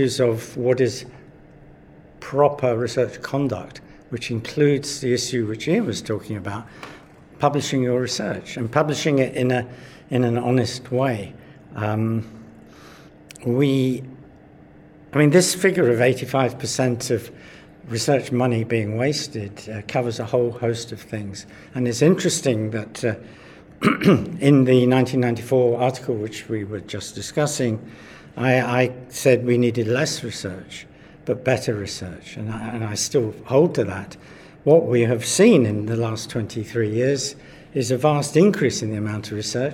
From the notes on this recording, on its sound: recorded at Evidence Live